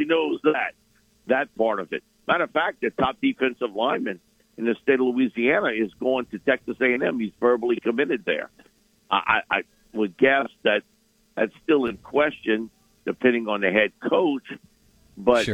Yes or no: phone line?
yes